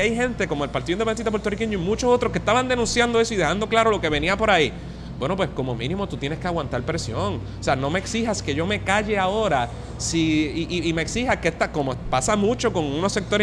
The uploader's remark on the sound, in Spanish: Radio Inde desde la SanSe 2019. Conversamos en vivo desde las Fiestas de la Calle San Sebastián 2019.